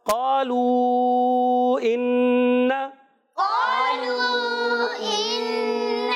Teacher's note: قاف کو پر رکھیں گے اور الف مدہ ہے، ایک الف کھینچ کر ادا کریں گے